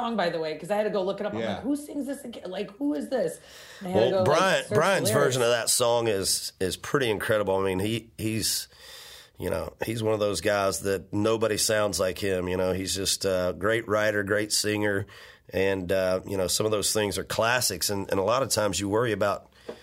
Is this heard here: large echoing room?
no